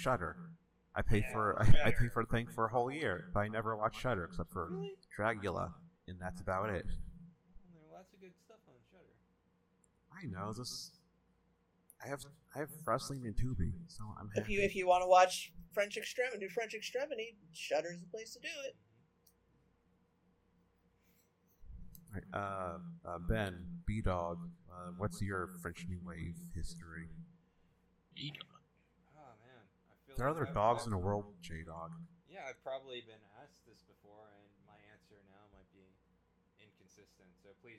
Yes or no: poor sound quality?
yes